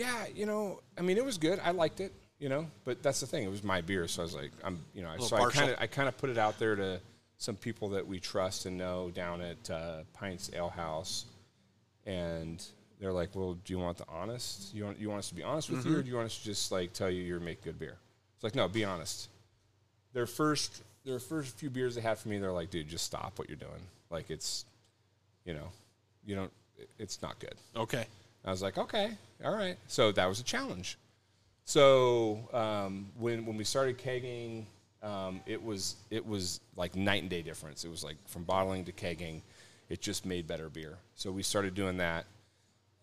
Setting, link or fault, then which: setting, busy venue